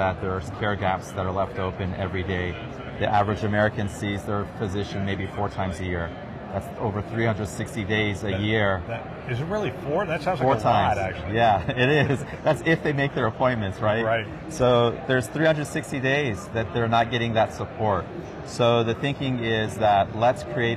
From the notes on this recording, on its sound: an Interview in Action live from ViVe 2023